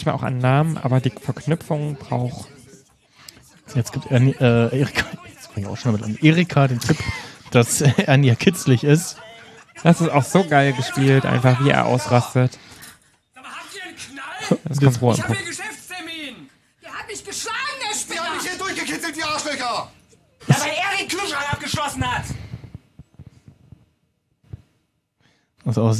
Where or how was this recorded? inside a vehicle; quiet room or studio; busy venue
busy venue